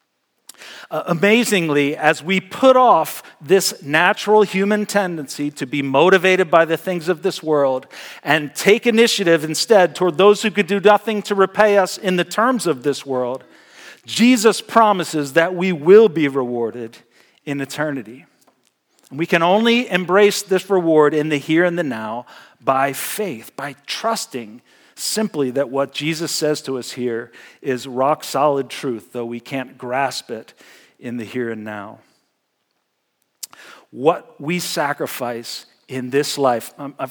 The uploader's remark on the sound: Message Preached at Valley Creek Church